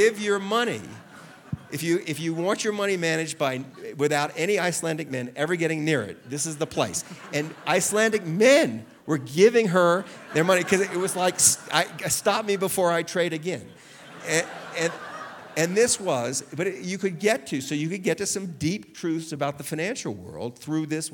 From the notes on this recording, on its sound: Recorded live at Aspen Words.